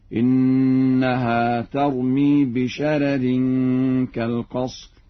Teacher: يقرأ ورش بترقيق الراء الأولى هكذا: إنها ترمي بشرر كالقصر.